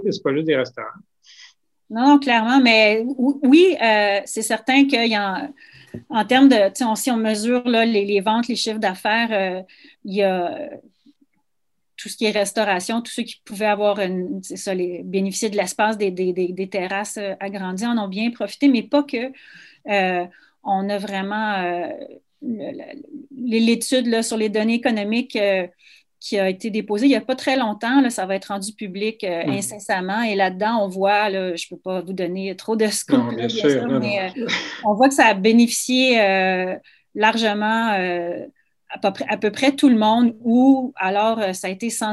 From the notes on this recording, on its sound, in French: a eu lieu en ligne le 27 janvier 2021